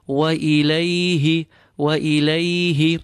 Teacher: We feel the ya but do not grab it. Feel the ha at the end. From the bottom of your throat. · Hamza is clean from the bottom of your throat. Ilayhi, ya with sukoon again following fatha, again a diphthong, a letter of lean. We feel the ya but do not grab it.